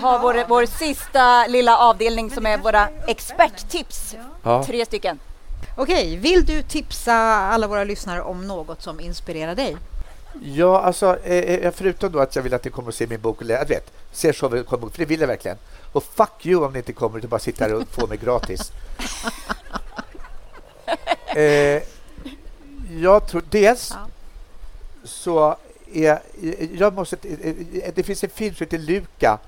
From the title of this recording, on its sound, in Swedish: LIVE från Stockholms Kulturfestival